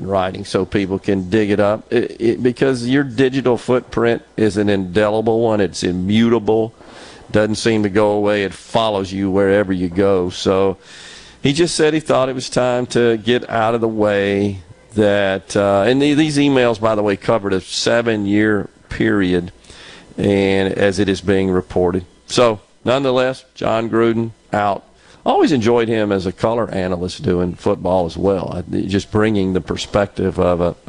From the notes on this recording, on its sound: LIVE from Providence Hill Farm for a fundraising sporting clay competition to raise money for the Friends of Mississippi Veterans.